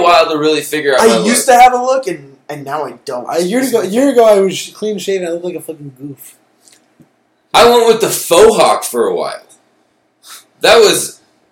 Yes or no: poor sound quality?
yes